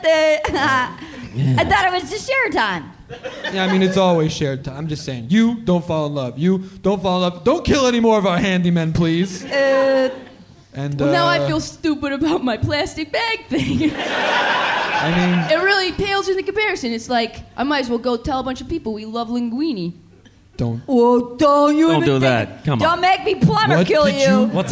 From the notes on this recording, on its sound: Live from SF Sketchfest